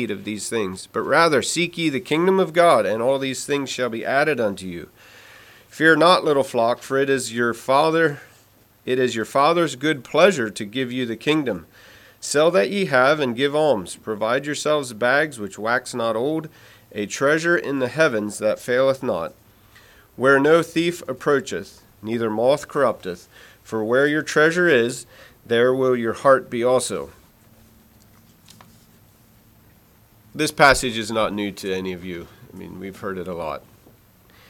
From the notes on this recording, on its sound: Message preached at Word of Hope on March 12, 2023